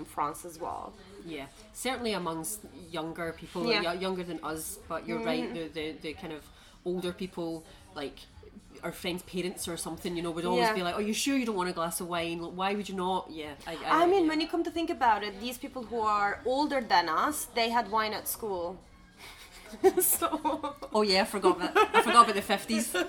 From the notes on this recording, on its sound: We recorded this episode on 16 December 2023, at Bomby’s Cafe. We recorded this episode on 16 December 2023, at Bomby’s Cafe.